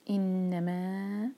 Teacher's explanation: انما میں چار حرکت لمبا کرنا ہے، یہ ہے مد منفصل